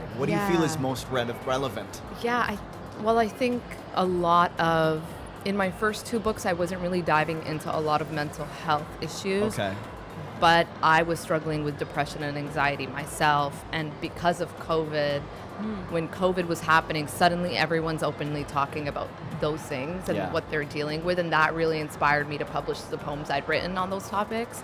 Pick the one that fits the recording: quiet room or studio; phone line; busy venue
busy venue